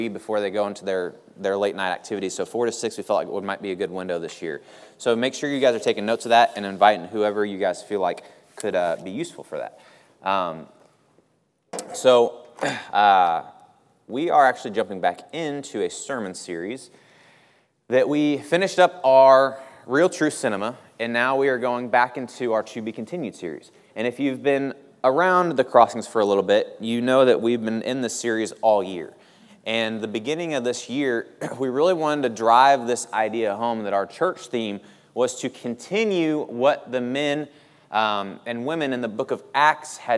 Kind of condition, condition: setting, large echoing room